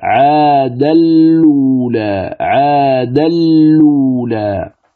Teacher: الملاحظة الثانية قال المصنف: الثانية كلمة عاد الأولى أو عادا الأولى، قال: تنقل فيها حركة الهمزة إلى اللام الساكنة فتصبح اللام مضمومة، ثم تدغم اللام المضمومة في تنوين الدال قبلها إدغاما كاملا بغير غنة